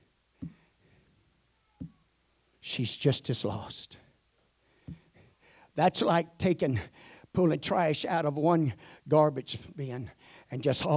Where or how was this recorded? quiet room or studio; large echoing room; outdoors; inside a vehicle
large echoing room